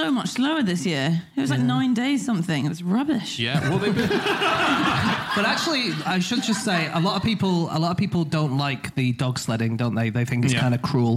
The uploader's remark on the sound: Live from Dublin